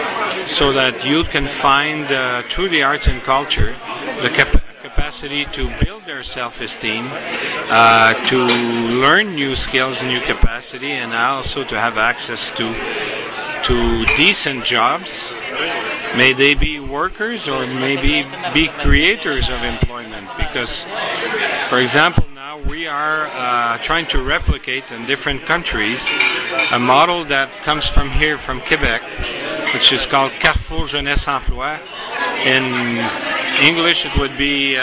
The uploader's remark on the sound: Excuse the backgrond noise as we speak at the Chateau Frontenac in Quebec City atthe end of a busy day.